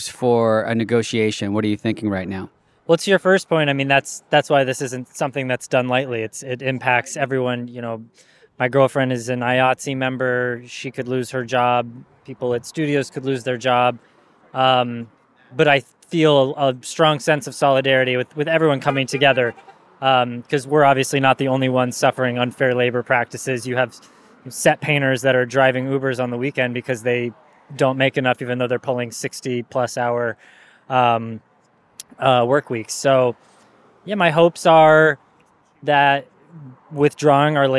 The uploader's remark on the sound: Live from the Picket Line. Recorded voices from the picket line.